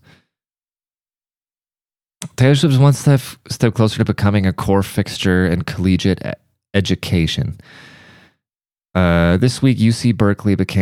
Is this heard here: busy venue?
no